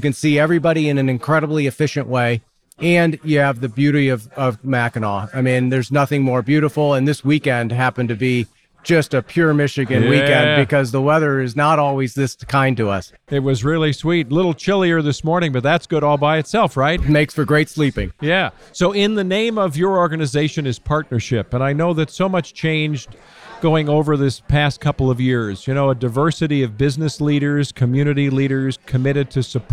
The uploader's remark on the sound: Inside the 2022 Mackinac Policy Conference. We’ll be bringing you conversations from the Mackinac Policy Conference.